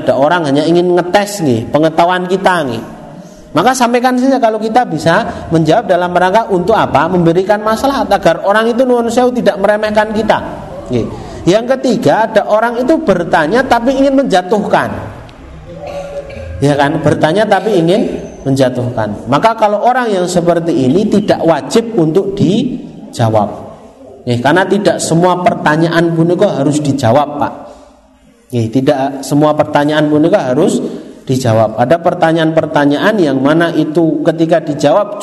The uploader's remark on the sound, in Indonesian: Rekaman Kajian Majelis Pengajian Islam Kitab Riyadhus Shalihin. Di Masjid Al Hidayah Druwo, Sewon, Bantul rutin setiap hari Rabu selepas sholat magrib sampai dengan isya yang diselenggarakan oleh FKAM Yogyakarta dan Takmir Masjid Al Hidayah Druwo.